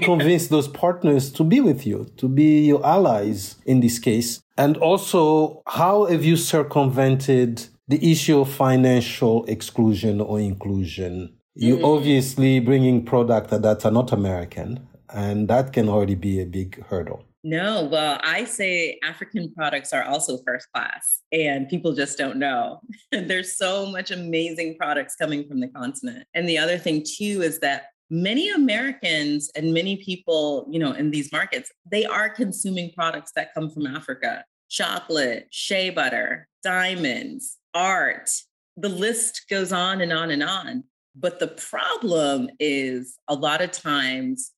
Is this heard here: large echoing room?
no